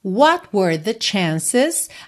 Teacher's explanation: Aqui você quase não ouviu o T de what, né? Porque fica mais fácil de juntar what were do que what were, mas estaria correto também.